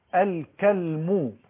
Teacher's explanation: والمعنى الثاني الكلم بتسكين اللام